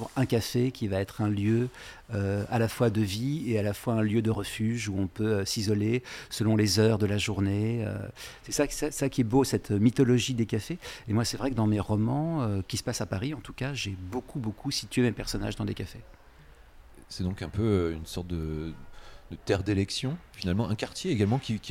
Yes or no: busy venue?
yes